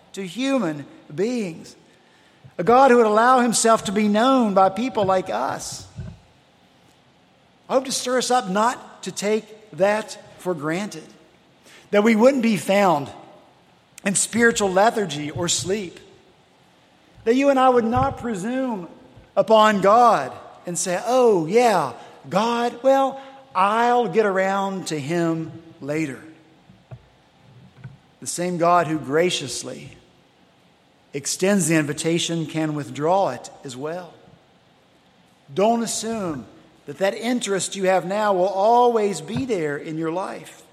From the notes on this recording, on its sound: at Redeemer Presbyterian Church in Charleston, SC